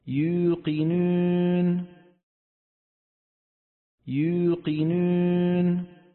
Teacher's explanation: خلط صوت الواو بشيء من صوت الياء